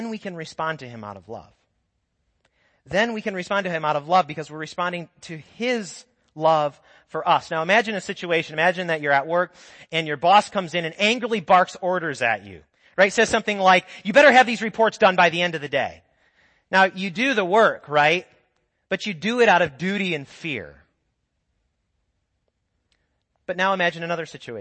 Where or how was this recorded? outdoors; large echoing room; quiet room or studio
large echoing room